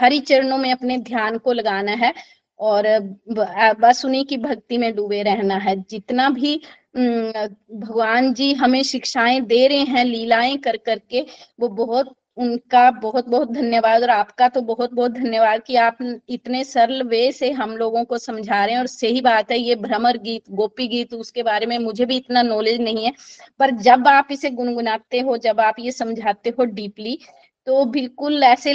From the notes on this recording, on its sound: This is the live recording of online Bhagavatam satsang. From Chamba attended by around 88 Golokians.